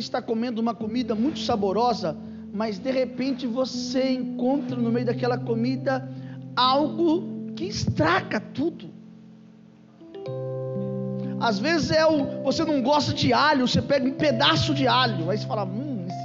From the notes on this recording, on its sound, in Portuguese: Culto gravado em 03/04/2022 durante culto da familia